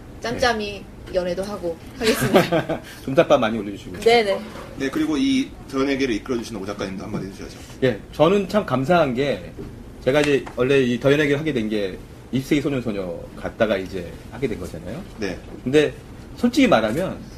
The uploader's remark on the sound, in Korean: 공개방송